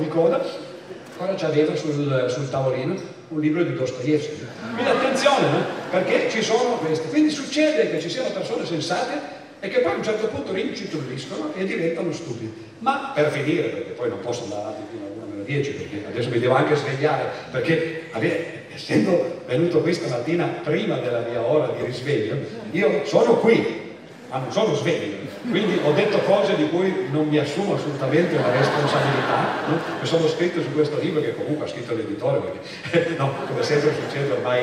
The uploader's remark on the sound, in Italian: Festival della Mente, Sarzana.